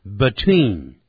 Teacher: Between,在什么什么之间也可以念成 between.但通常这个 be 也可以念成弱音念成 between.